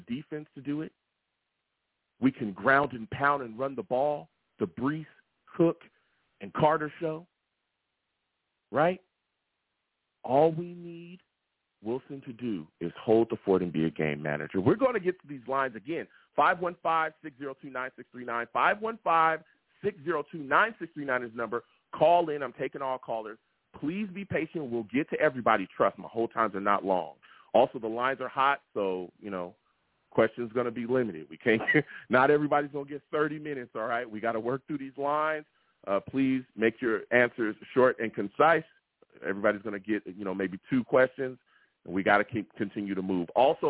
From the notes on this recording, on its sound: I take live callers!